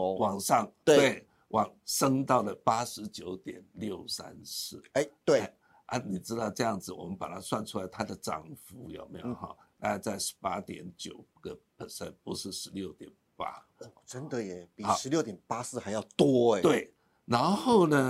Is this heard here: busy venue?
no